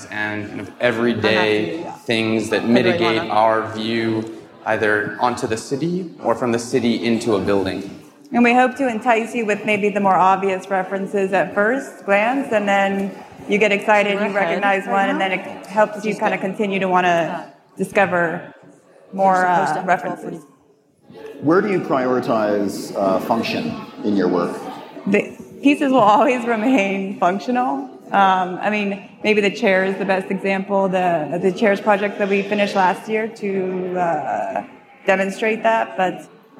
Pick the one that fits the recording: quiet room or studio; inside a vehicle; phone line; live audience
live audience